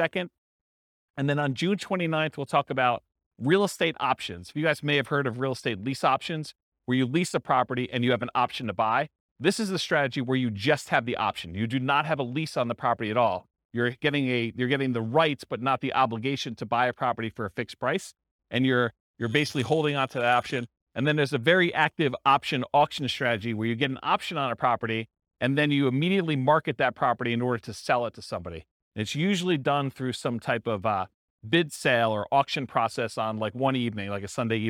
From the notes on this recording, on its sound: This was a live class recorded